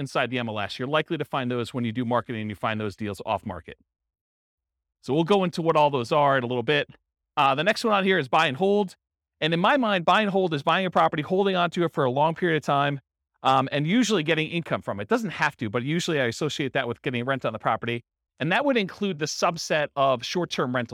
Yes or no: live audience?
yes